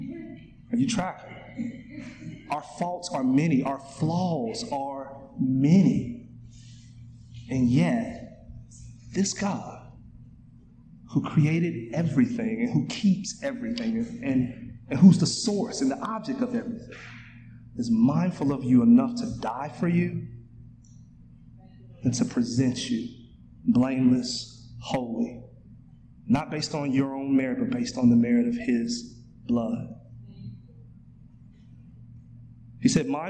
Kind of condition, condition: setting, large echoing room